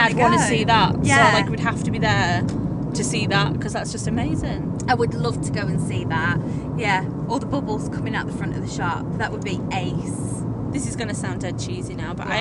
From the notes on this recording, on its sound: recorded during out road trip